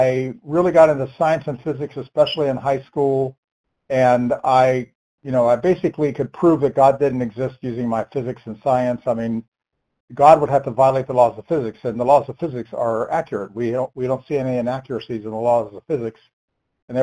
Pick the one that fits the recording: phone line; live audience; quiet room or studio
phone line